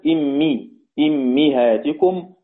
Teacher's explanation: حمزة بكسر الهمزة والميم